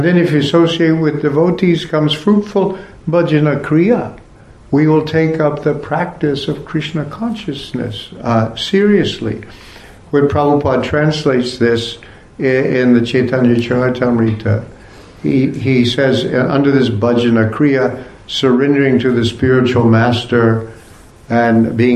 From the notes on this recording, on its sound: Part of the Bhakti Legacy Conference held at the ISKCON temple in Korsnas Gard, Sweden.